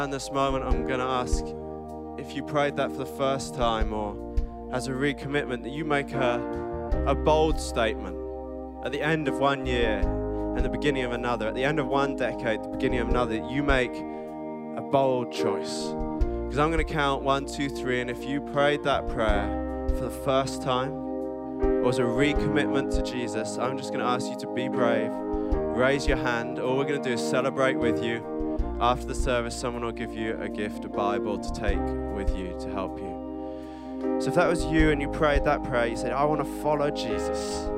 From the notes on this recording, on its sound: Recorded live on Sunday 29 December at C3 Church Cambridge